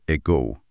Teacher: آها، شوا، ا، صدای ا، مثل صدای اول کلمه ago. یه جور ا، خیلی کوتاه و خونسا